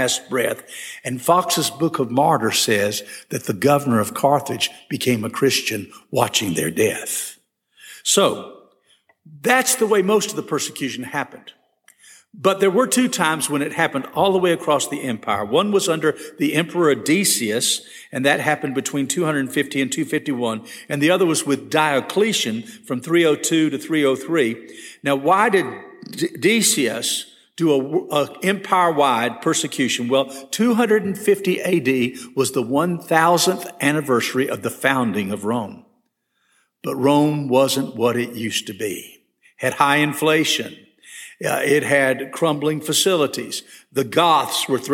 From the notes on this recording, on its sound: This session was recorded at First Baptist Church Hendersonville, NC on January 12, 2022.